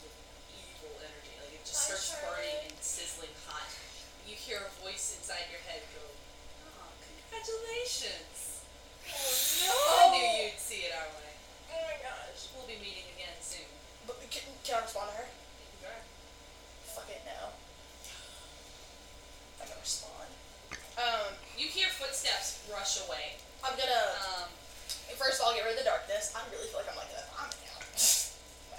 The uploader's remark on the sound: I apologize for the audio quality of this first episode. Because that section of audio for me got corrupted.